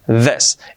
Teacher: Es una Z, pero sonora activando las cuerdas vocales. This. Y la I no es this, es una E. · Term: Z sonora